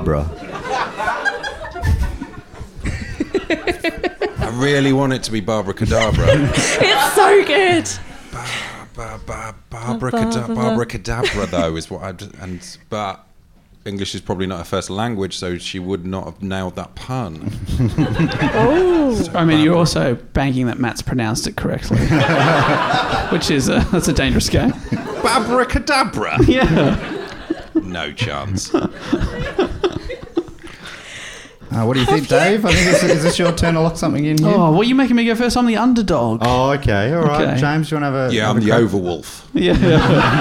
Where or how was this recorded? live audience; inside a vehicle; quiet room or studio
live audience